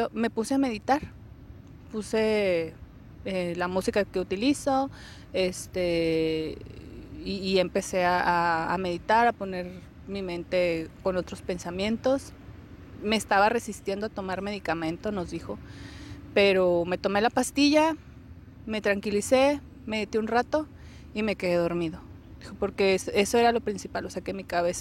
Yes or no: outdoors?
yes